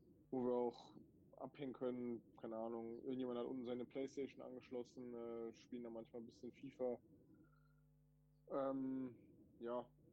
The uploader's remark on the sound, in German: Es ist die mit dem schlechtesten Ton ever